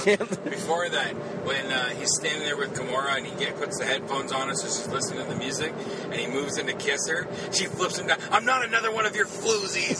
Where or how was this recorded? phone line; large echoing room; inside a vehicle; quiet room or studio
inside a vehicle